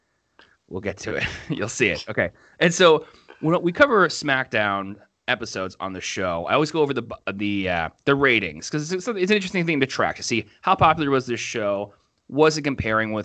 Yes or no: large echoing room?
no